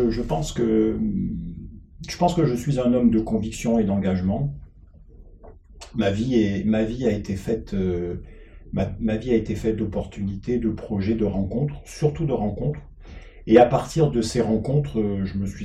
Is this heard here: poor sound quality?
yes